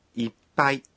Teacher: いっぱい có chứa âm ngắt. Khi phát âm thì phải nhịn thở một nhịp.